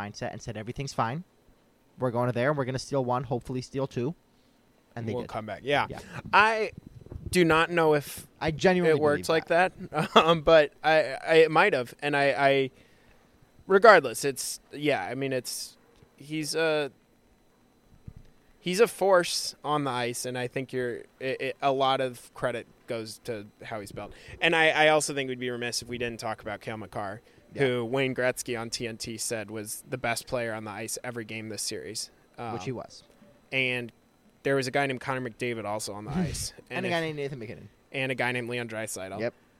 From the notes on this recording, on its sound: are at Rogers Place in Edmonton